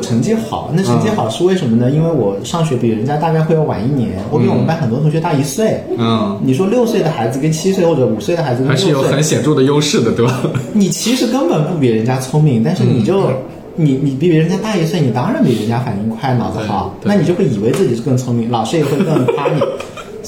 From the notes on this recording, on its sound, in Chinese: 我们录音选了一个茶室，没想到隔壁的上海爷叔嗓门巨大，所以节目的背景音有时候颇为嘈杂